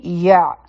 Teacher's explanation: عین به د حلق نه وایو، د حلق د مینځ نه